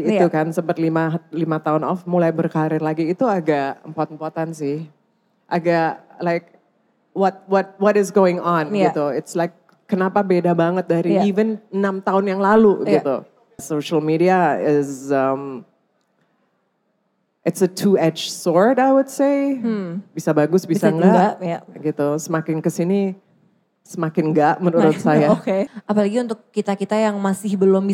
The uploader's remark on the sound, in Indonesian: Special Live On Stage di Kota Jakarta. Di kota kedua ini, kita hadir di Central Market, Pantai Indah Kapuk, Jakarta.